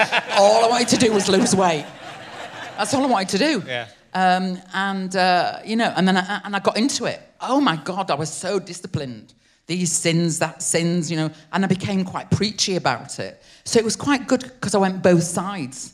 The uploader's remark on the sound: RHLSTP comes to the Long Division Festival at the beautiful Wakefield Theatre Royal.